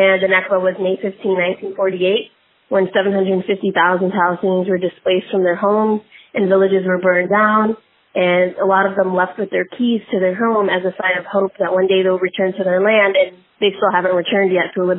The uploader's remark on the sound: interviewed a close friend over the phone